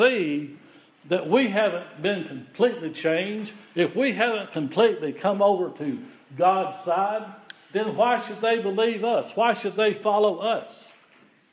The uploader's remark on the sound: The following is an audio recording of the Sunday Worship Service at Persia United Methodist Church in Rogersville, TN.